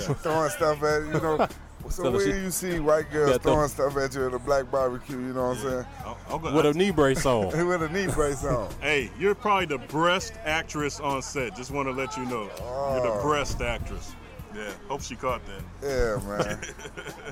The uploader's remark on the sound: We were backstage after one of his shows. Audio was distorted because we were backstage in his dressing room with a lot of alcohol and guests sorry.